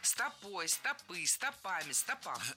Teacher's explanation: Это слово всегда имеет ударение на окончании во всех формах. Стопой, стопы, стопами, стопам.